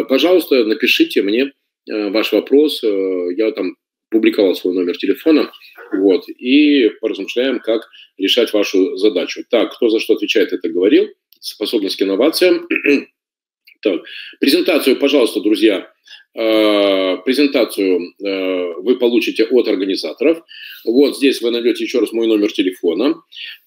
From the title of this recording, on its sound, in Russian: Запись вебинара.